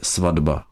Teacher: Stojí tu vedle sebe neznělá souhláska T a po ní znělá souhláska B, a prosled hlásek tohoto typu platí, že se artikulačně T přizpůsobí následující znělé souhlásce a vysloví se zde D. Takže spisovná výslovnost je svatba. · Term: spodoba znělosti